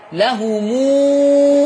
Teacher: فلما تبقى ميم الجمع وراها همزة نعمل لها صلة. له مو أمدها واو.